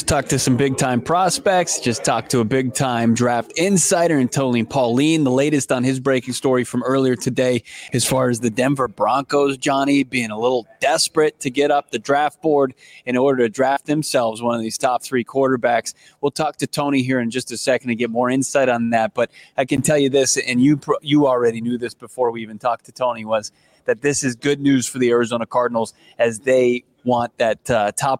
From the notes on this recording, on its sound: LIVE from the Senior Bowl for the PHNX Cardinals podcast!